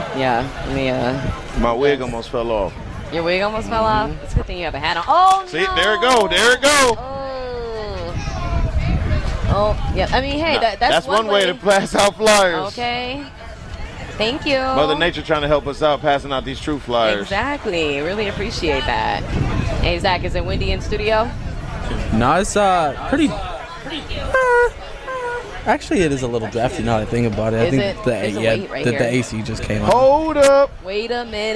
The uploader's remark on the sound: 101.7 The Truth held their FIRST LIVE remote broadcast at the 50th anniversary of Juneteenth.